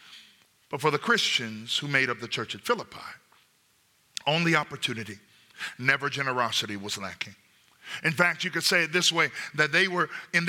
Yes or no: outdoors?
no